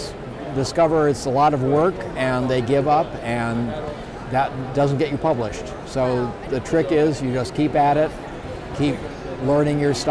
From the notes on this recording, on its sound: Broadcasting live and recorded from Planet Comicon 2017! We’ll take you to a few booths.